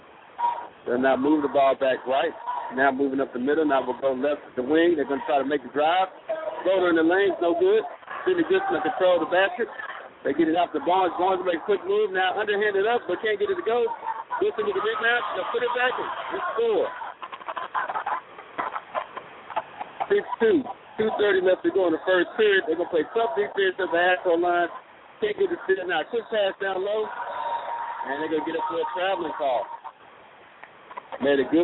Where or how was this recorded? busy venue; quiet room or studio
busy venue